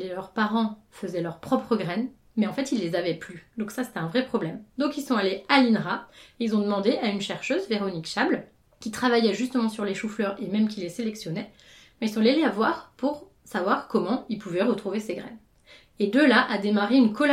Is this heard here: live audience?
no